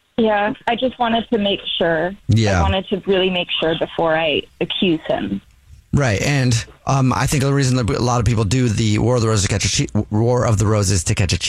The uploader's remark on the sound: on the phone today